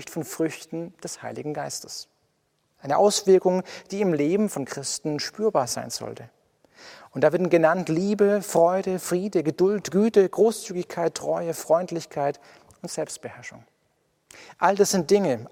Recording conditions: large echoing room